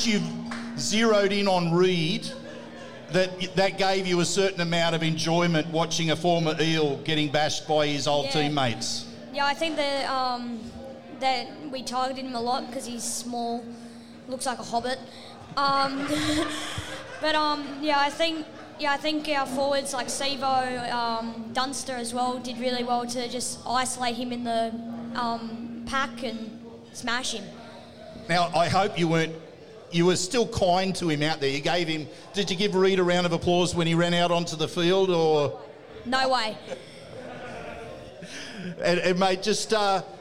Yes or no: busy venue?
yes